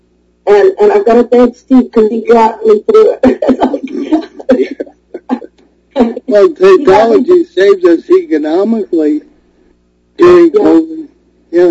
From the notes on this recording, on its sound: In a show fraught with odd technical glitches